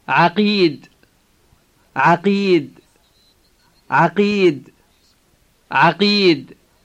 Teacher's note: The first sound in the word is the strangled A sound, which is then followed by the K-type sound, which is said deep in the throat.